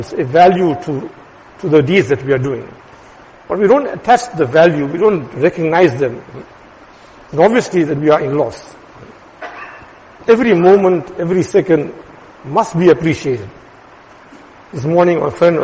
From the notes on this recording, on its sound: Jumuah lecture